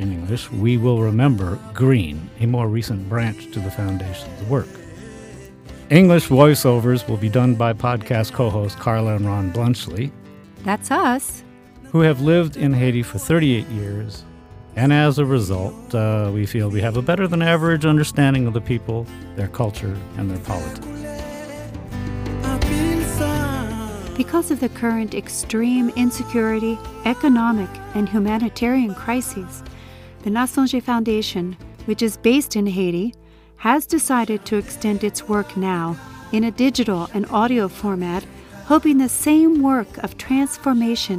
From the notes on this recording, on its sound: I hope you feel taken to location as you hear the children play and the wind blowing from time to time. As he sits outside to record on his phone since the internet connection wasn't strong enough to do a direct conversation.